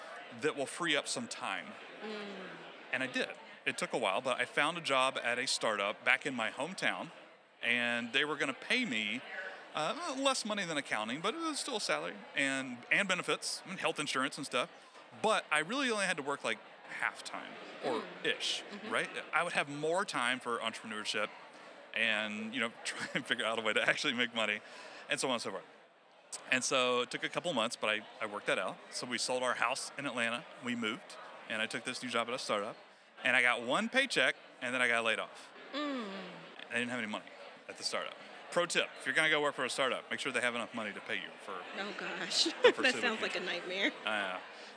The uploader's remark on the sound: Join us live from FinCon 2023.